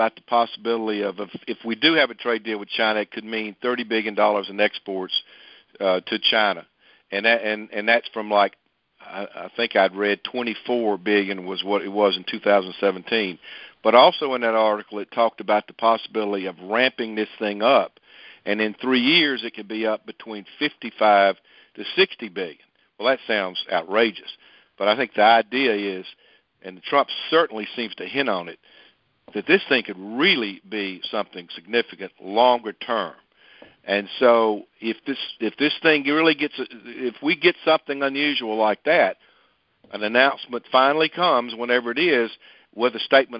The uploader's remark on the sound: Monthly Conference Call